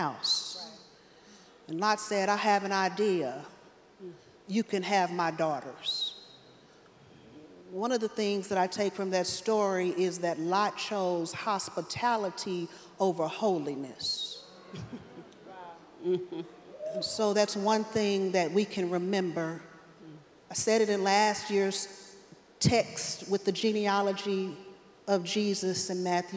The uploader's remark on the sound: Truth’s Table LIVE at the EKBPC 2023. You’ll hear them facilitate a first-time all-women panel at the EKBPC.